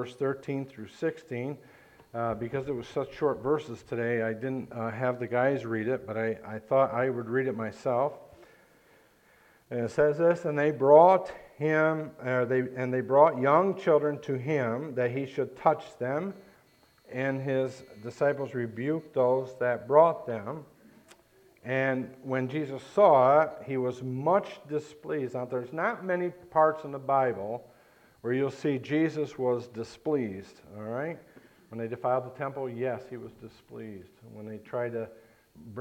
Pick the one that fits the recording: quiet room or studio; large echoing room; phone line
large echoing room